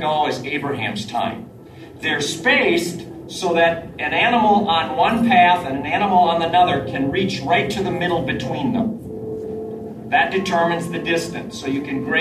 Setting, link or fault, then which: setting, live audience